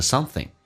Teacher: ing 形式，可以说成 in，前鼻音的形式